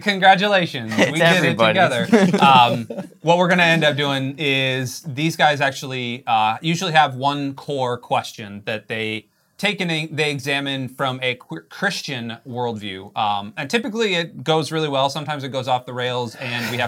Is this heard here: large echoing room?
no